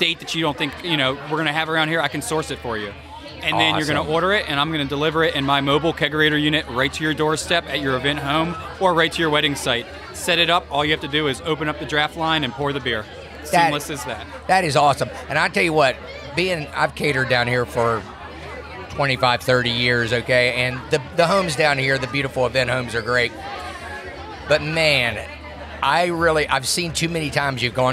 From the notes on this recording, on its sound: Recorded live at the Outer Banks Wedding Expo!